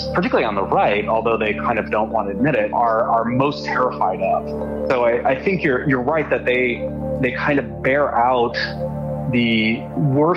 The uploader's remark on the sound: Joining us by telephone from New York is the author.